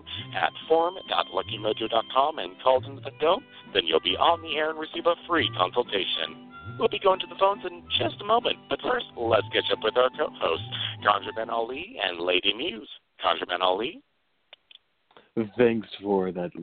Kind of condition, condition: link, phone line